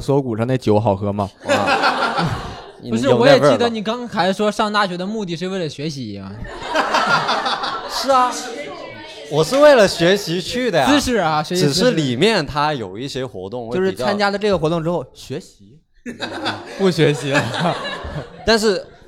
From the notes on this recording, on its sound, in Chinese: 现场观众因为找不找得到北的问题吵起来了！